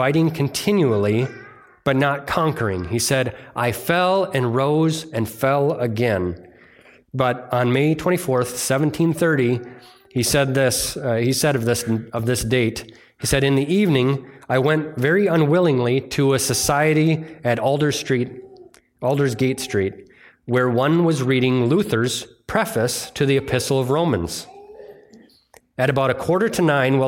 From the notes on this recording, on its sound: It was delivered on Sunday, July 16th, 2023 at Bible Center Church in Maiden Rock, Wisconsin.